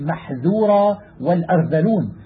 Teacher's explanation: وكذلك يجب أن يرقق لفظ الذال حيث وقعت، ومتى لم يفعل ذلك صارت ضاء